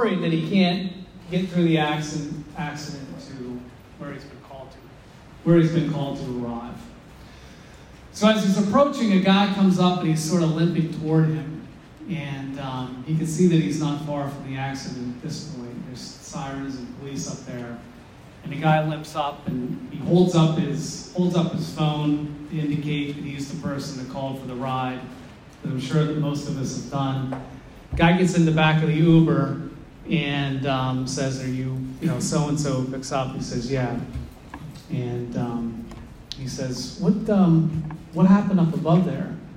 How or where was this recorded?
large echoing room